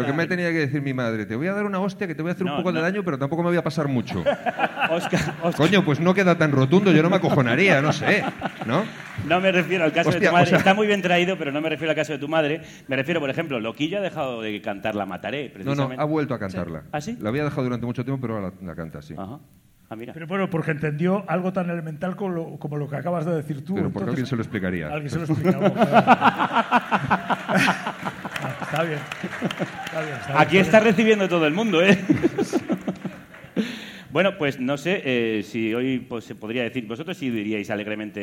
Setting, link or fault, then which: setting, live audience